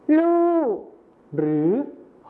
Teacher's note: ก็คือรอเรือในภาษาไทยมาตรฐานนะครับไปเป็นพยัญชนะต้นเดียวในภาษาถิ่นอีสานก็คือลอลิงกับฮอนกฮูกนั่นเองครับ